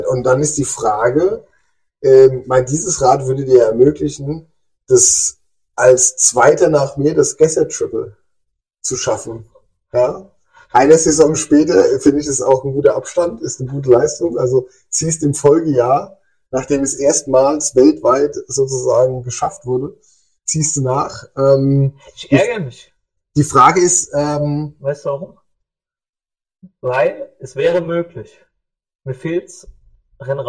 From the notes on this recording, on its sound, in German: leider kein grandioser Ton